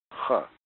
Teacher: Now that CH is pronounced like a guttural H or a guttural K, the kind of sound that you will find in German and in Scotch dialect